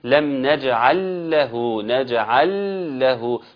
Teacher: طب اللي مش عارف ممكن على فكره يقول لي نجعل له، كما لو كان انه بيجيب لامين، انما هي لام واحده، النطق باللام الثانيه مشدده · Term: ادغام